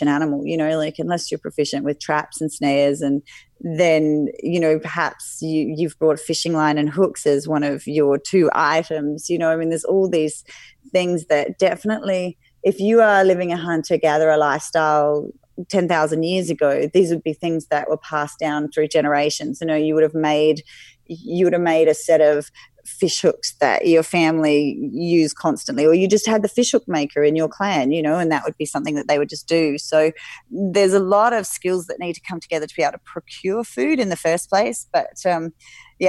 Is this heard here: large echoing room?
no